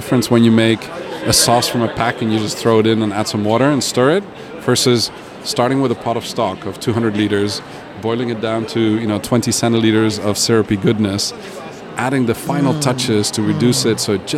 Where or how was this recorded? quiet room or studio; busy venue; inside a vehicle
busy venue